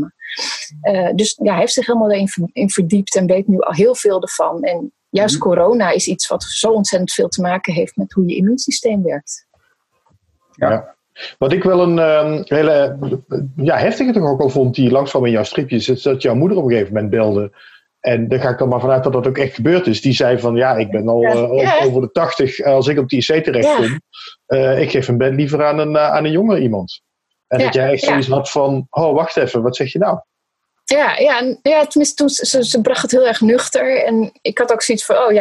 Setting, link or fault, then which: link, video call